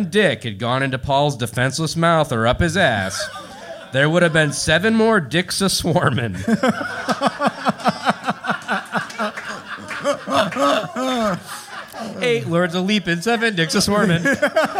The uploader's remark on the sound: This show was recorded in front of a LIVE audience on January 20, 2017 at Doc's Lab in San Francisco, CA as part of SF Sketchfest.